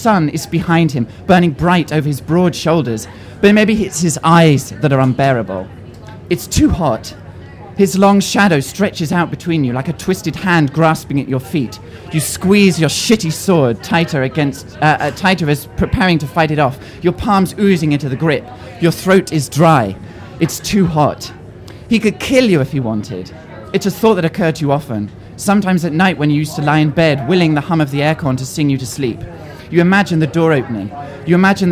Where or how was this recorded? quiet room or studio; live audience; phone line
live audience